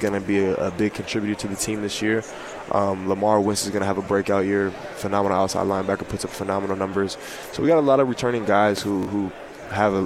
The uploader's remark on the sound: live from Pac-12 Media Day.